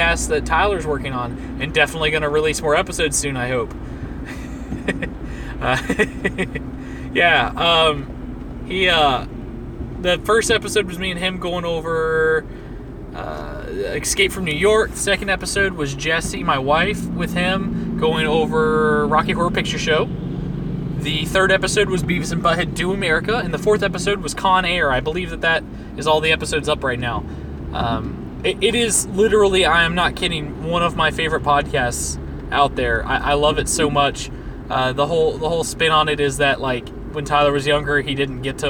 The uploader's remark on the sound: Thoughts from the Car.